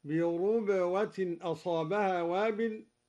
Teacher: قرأ الدوري بضم الراء